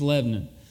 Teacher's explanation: It's just one syllable. And you say it fast and you don't pronounce the O